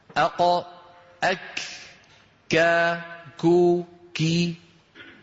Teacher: هنشوفوا القاف، شوفوا القاف في منطقة الحنك اللحمي، الكاف أعلى بمنطقة الحنك اللحمي والعظمي.